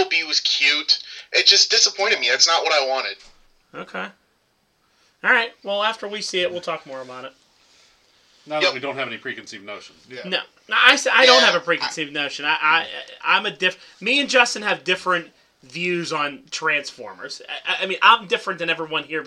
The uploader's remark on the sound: Sorry for the bad audio this week, we had some microphone issues.